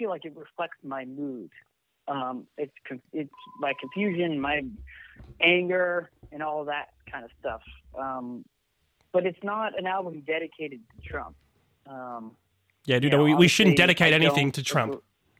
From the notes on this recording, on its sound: joins 'The Green Room' podcast on the phone in LA